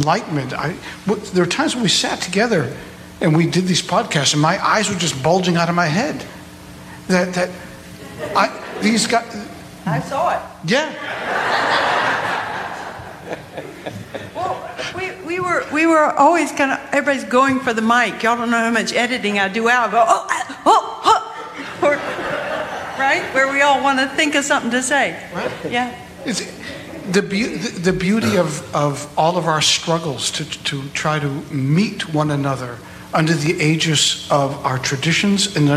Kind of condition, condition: setting, live audience